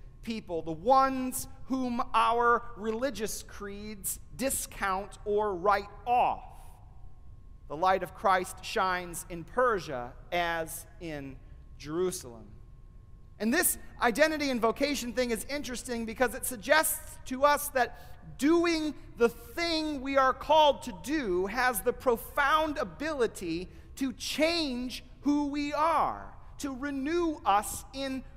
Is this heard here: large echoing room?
yes